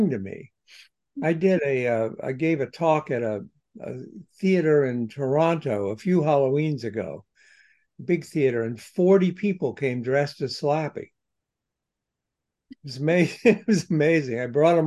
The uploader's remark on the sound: Spoke with the award winning author by Zoom.